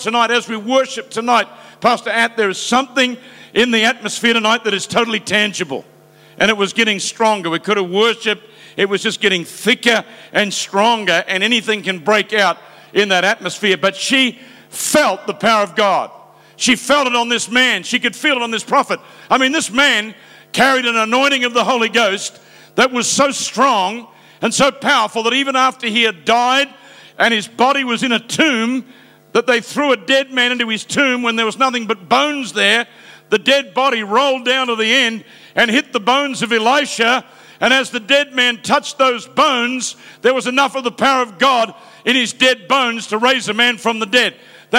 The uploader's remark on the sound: Preached live from South Africa